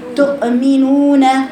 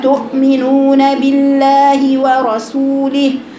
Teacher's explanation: تفصلي بين الهمزة والميم بس من غير ما تقلقلي الهمزة · Shown in: second take